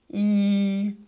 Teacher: But a man can also change his voice so it goes a little bit higher. So you can start at a low pitch, and you can go to a high pitch, ee. So you can go, that's going up in pitch.